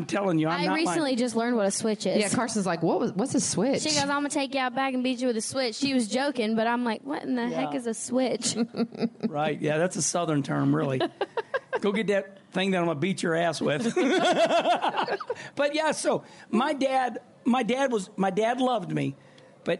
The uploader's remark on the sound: Live From JRM Fan Day. Live from JR Motorsports fan day.